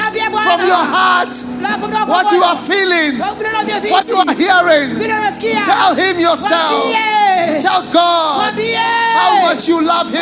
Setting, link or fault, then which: setting, live audience